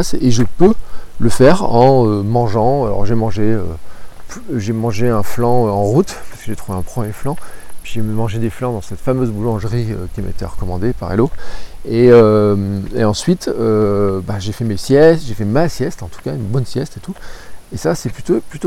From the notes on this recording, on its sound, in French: Episode enregistré à Jargeau juste avant de dormir sous un arbre au bord de la Loire